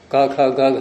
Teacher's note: कंठ और जीवा मूल के अधिकरण से एक बार क निकलेगा, एक बार ख निकलेगा, एक बार ग निकलेगा, वो बदल रहा है।